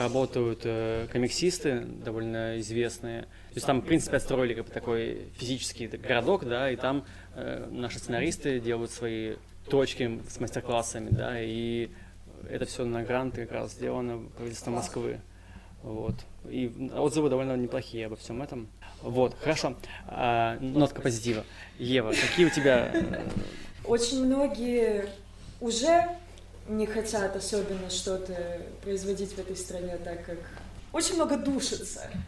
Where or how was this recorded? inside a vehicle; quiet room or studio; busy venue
busy venue